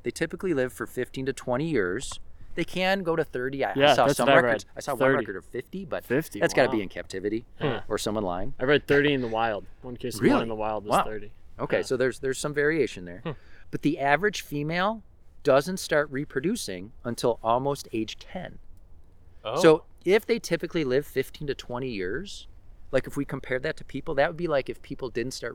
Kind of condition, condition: setting, outdoors